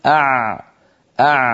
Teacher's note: لسان المزمار يعود إلى الخلف قليلا مما يضيق مكان خروج حرف العين أع، هكذا العين الفصيحة التي كانت العرب تنطقها في زمن النبوة.